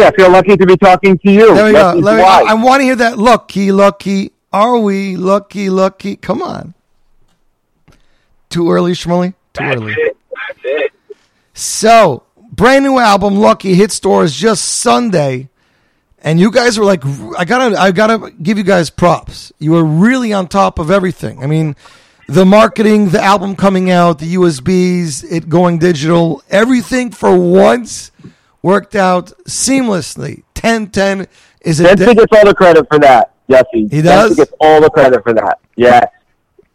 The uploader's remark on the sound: phoned in to talk to us